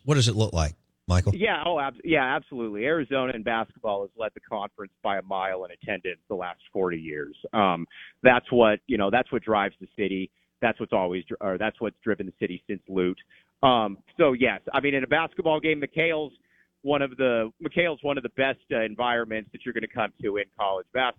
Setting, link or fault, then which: link, phone line